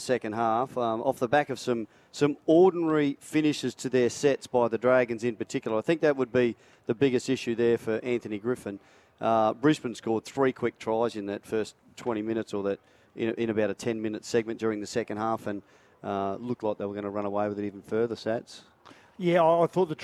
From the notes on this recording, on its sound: live from Suncorp Stadium